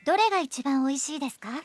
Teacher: Adding ですか at the end of the sentence and raising the intonation turns it into a question